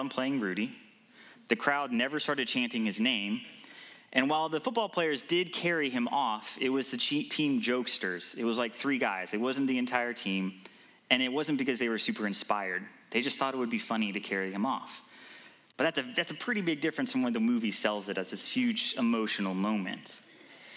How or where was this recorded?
large echoing room